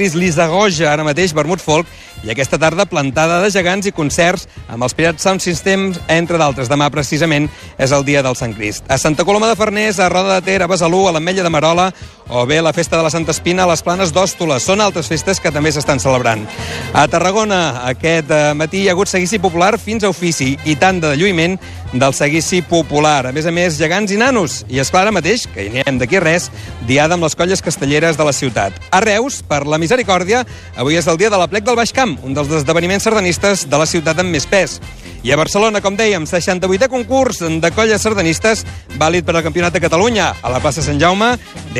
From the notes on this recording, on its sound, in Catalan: Aquest diumenge serem en directe des del Pla de la Catedral per viure en directe com comença la fase final del campionat de sardana esportiva.